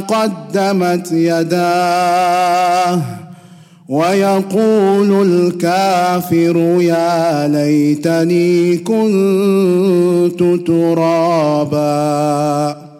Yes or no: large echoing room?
yes